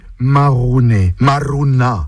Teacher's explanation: Dans le mot, le R roulé nous montre une personne qui râle aussi, qui bougonne.